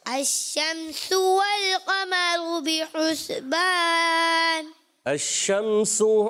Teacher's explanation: الشمس سین کی سیٹی اور واضح کریں